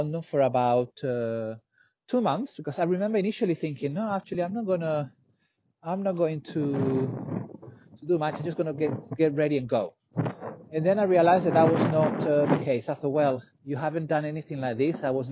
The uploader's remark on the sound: reflects while walking on the road